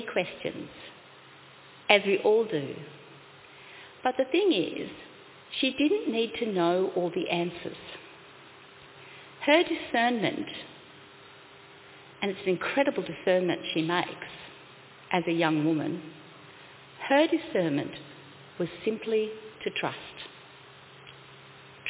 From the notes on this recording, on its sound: Congregation: Carlton 10am (Service of Baptism and Confirmation)